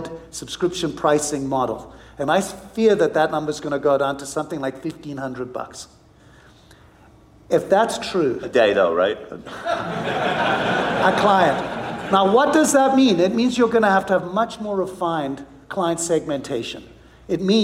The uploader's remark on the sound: on stage earlier this week at the inaugural Wealth/Stack Conference in Scottsdale, Arizona